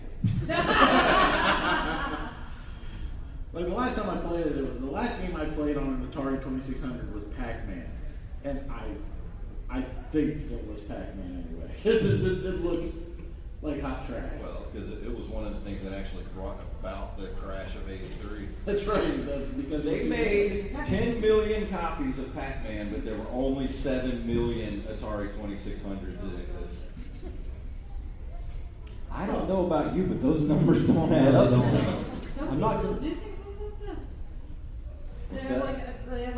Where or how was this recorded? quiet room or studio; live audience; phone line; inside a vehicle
live audience